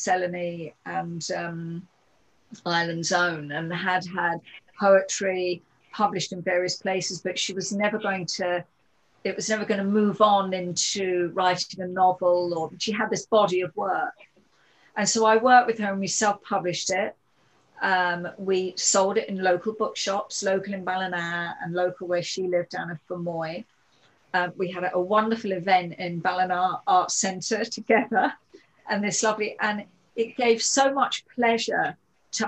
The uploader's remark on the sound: joined us for a Zoom workshop